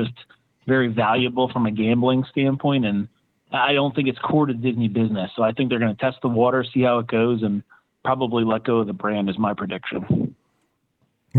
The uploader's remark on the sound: This is the Live Call-in Show from this past Sunday night, August 13, 2023!